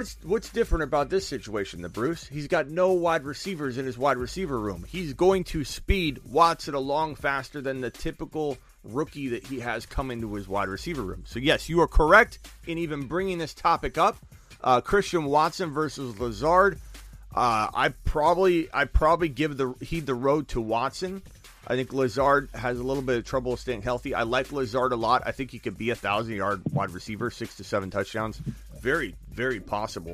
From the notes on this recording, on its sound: Video Show. Phone calls for over an hour.